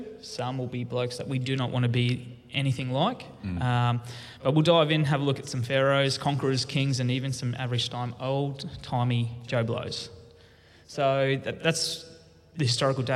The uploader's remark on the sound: RUOK? Sunday LIVE at Beyond Church.